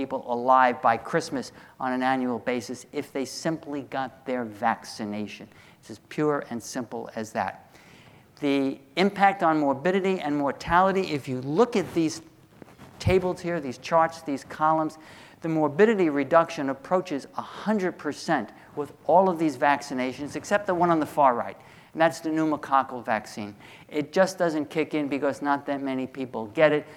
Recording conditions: large echoing room